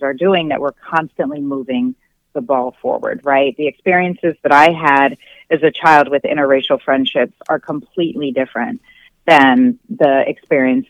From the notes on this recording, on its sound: called in for a discussion